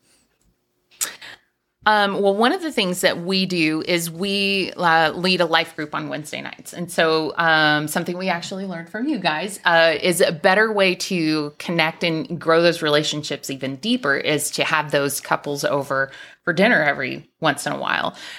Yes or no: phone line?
no